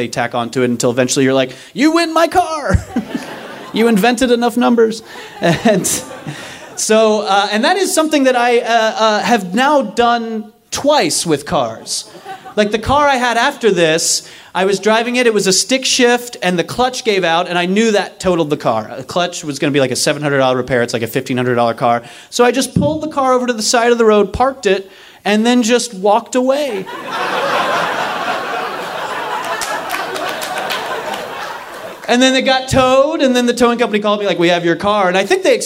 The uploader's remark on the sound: Live from San Fran 2015